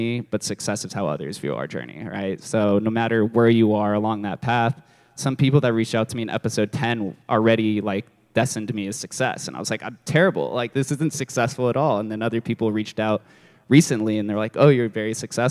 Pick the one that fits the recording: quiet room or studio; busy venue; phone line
busy venue